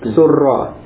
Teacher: asalnya surira, kemudian ra-nya di idgham